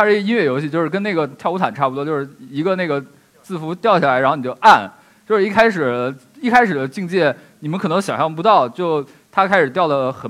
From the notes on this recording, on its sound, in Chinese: 一席现场